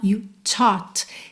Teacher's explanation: Tem um arzinho no primeiro T.